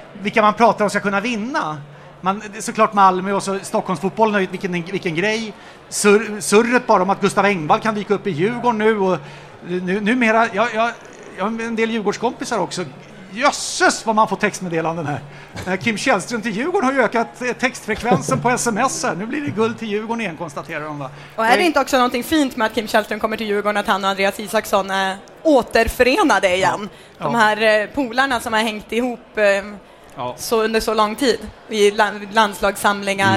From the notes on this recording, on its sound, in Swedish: Återigen dags för livepodd med publik.